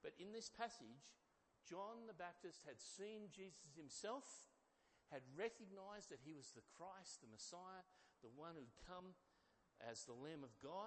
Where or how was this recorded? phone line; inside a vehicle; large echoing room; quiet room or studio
large echoing room